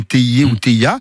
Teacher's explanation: on note une prononciation marseillaise ou associée à Marseille. C'est ce qu'on appelle en phonétique une affrication, plutôt une palatalisation